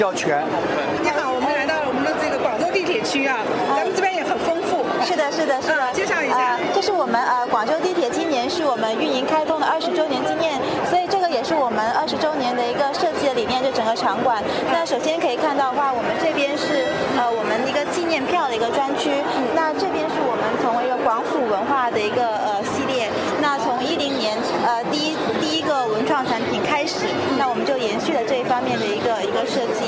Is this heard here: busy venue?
yes